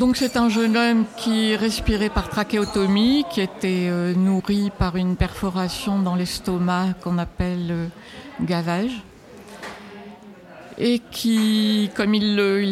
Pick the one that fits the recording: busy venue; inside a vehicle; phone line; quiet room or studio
busy venue